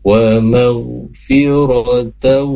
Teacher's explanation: tanwin menghadapi wa maka ditahan dulu karena idgham di gunna